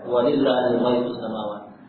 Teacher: Nah, adapun lam dan sebelumnya. Adapun lam pada lafzul jalalah yang sebelumnya adalah kasrah, maka dibaca tipis.